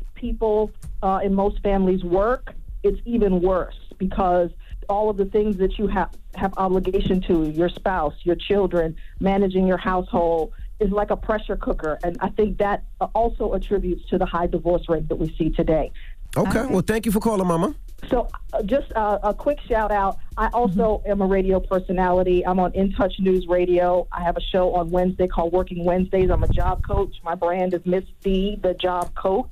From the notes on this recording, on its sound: we opened up the phone lines